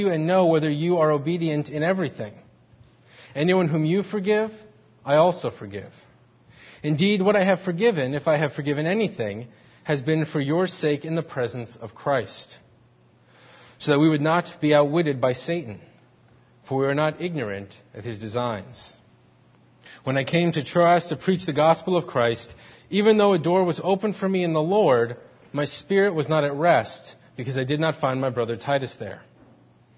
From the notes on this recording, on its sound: Faith Presbyterian Church – Morning Service